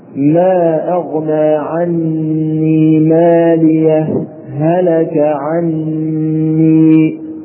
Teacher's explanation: ولحط فيها ثلاثة أوجه، الأول الوصل مع السكت، ويحصل ذلك بأن نقول مالية ثم نسكت سكتة لطيفة بدون تنفس، ننبه هنا سكتة لطيفة بدون تنفس، ثم ننطق بهلك، وزمن هذه السكتة أقل من حركتين بشكل ملحوظ، هكذا ما أغنى عني مالية هلك عني، مرة أخرى ما أغنى عني مالية هلك عني.